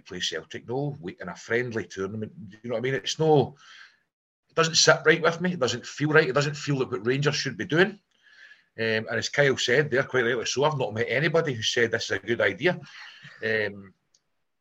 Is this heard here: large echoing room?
no